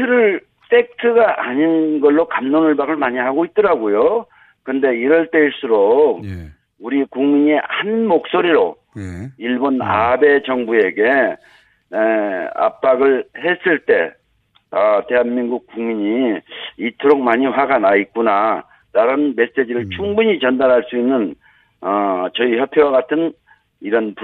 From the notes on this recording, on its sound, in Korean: 전화연결